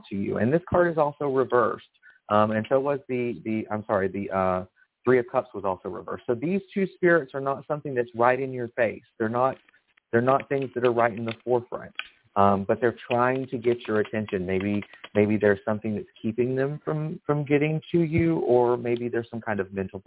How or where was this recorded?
phone line